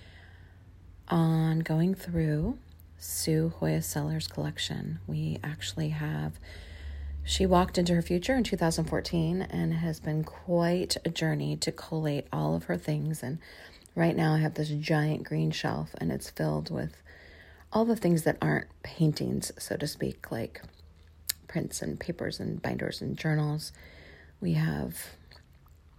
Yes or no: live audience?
no